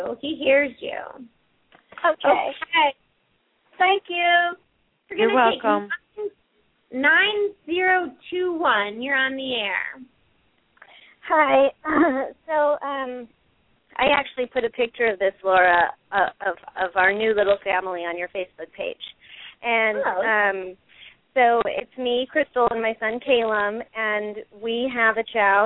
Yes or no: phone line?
yes